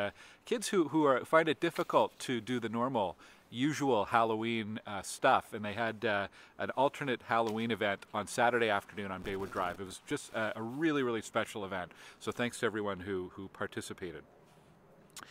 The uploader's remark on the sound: Recorded in front of a haunted house on Allan Moore Place in Potter’s Key.